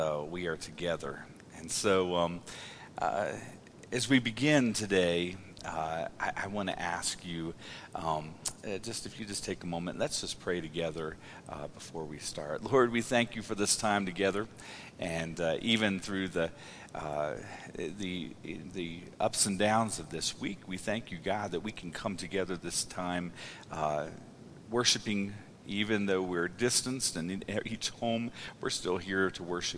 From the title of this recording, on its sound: Woodland Life Church Live